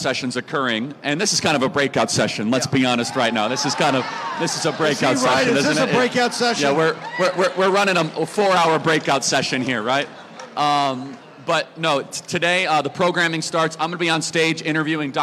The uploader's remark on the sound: Live AMFest 2023